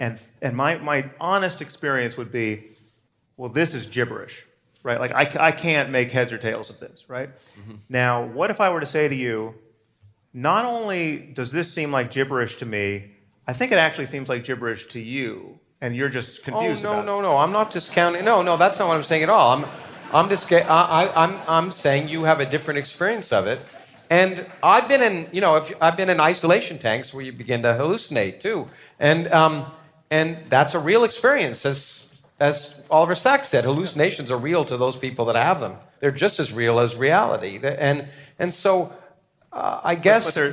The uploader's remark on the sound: This conversation was recorded at New York City Center